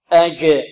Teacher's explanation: والجيم مقلقلة وكذلك مرققة وشديدة شديدة مقلقلة مرققة أج انظروا